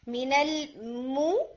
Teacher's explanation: مو کو کہتے ہوئے آپ کے لپس آگے کی طرف جائیں گے، سرکل بنائیں گے، پھر آئین کو ادا کرتے ہوئے آپ نے لپس کو پل بیک کرنا ہے، نارمل پوزیشن دینی ہے اور ریلیکس رکھنا ہے، ٹھیک ہے.